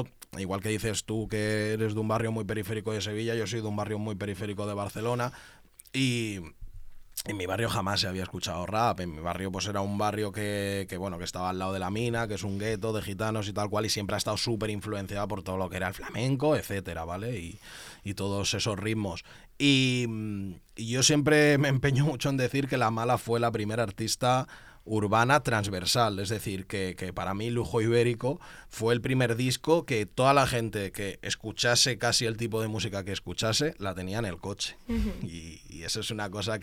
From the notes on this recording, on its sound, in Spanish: entrevista en directo desde Abaixadors 10